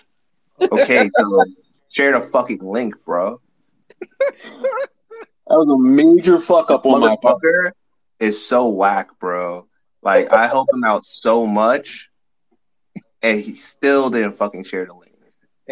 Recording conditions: video call